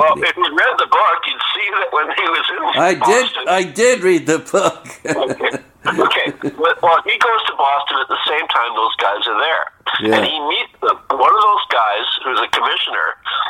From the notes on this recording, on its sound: over the phone